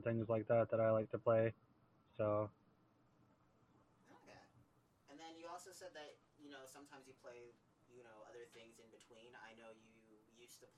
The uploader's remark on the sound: Despite some audio issues